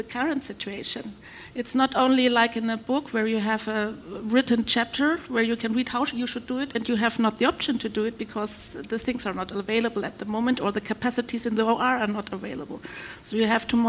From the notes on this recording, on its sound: ESVS2023. Was recorded live during the session!